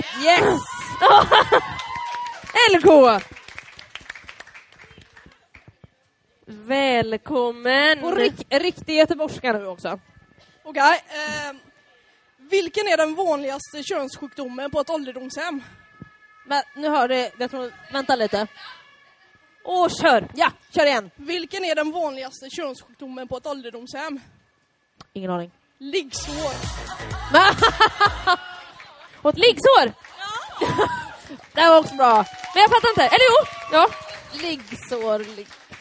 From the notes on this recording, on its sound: Första delen av vår härliga LIVE-inspelning under West Pride!